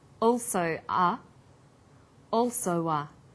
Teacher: This is linking type 2. Vowel plus w plus vowel. Knowing when to use y and when to use w depends on the end vowel of the first word.